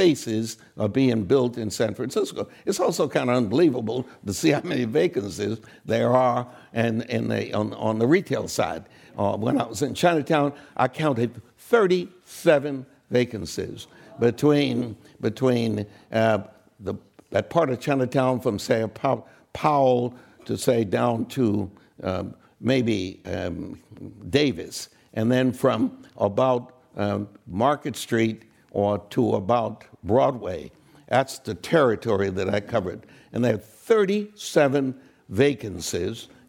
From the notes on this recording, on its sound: This program was recorded in front of a live audience at The Commonwealth Club in San Francisco, California on May 2nd, 2019.